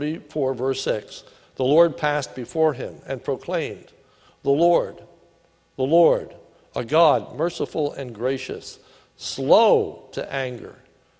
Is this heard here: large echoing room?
yes